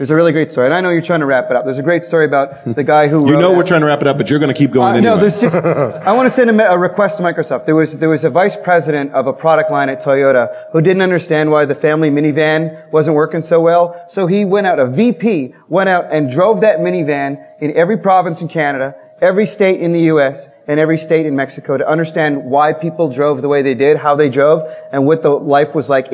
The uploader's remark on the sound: at the DevTeach conference in Toronto